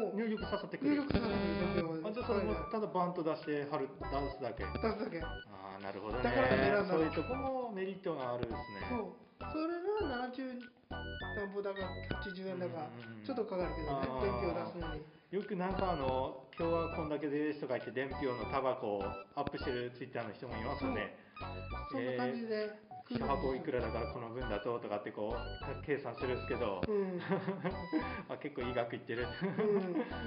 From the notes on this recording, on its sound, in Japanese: 雑音が酷く、切った貼ったで うまく伝わらないところもあるかもしれません